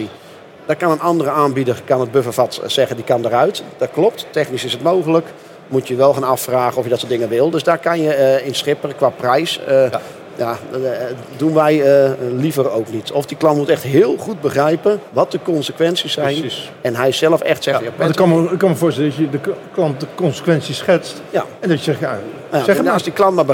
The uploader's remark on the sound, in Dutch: opgenomen op de VSK